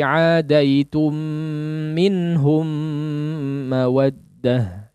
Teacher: Idgham mithlain atau idgham mimi dengan kadar yang sama. Jangan sampai beda ini kadarnya, padahal kondisinya sama.